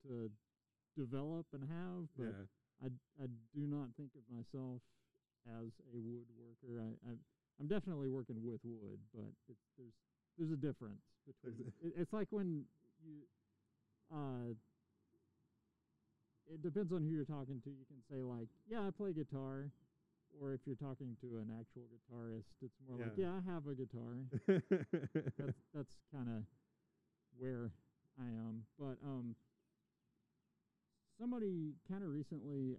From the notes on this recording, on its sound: We had a fun chat in his driveway in front of his studio, the weather was nice, some bird noises snuck in on me which is cool